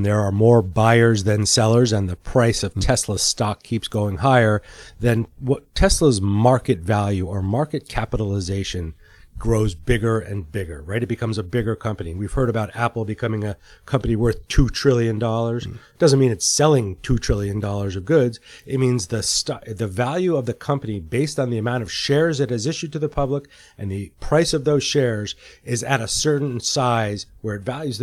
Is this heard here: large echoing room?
no